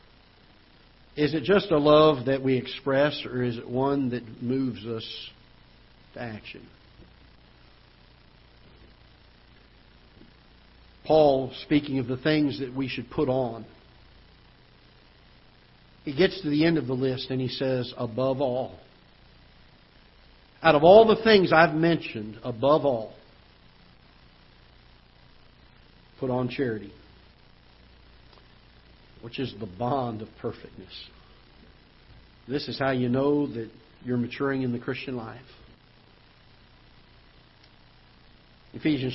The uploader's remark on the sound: Ketha Heights Baptist Church ~ Live Broadcast.